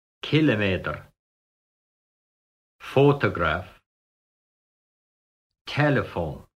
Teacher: primary stress is on the first syllable, with secondary stress on another syllable.